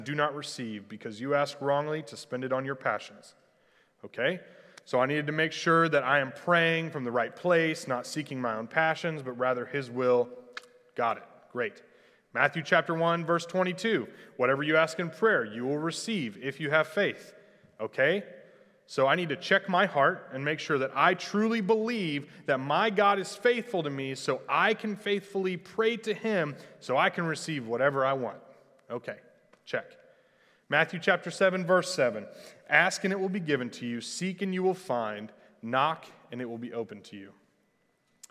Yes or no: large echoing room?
yes